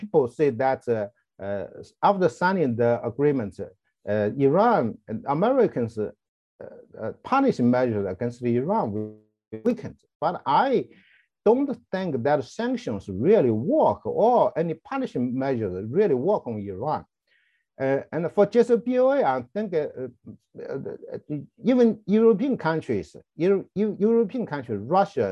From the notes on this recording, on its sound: The Middle East Institute has hosted a panel of experts to tackle these and other questions. This public talk was conducted online via Zoom.